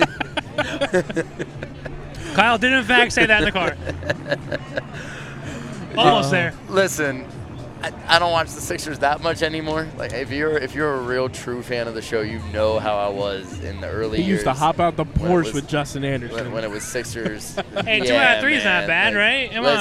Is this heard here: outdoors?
yes